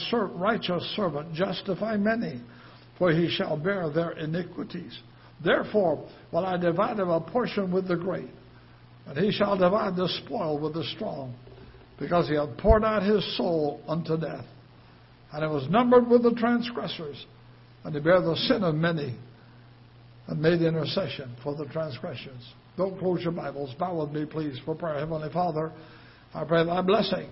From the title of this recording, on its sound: Ketha Heights Baptist Church ~ Live Broadcast